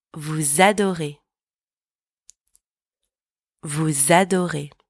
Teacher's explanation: Don't forget to do the liaison between the S and the A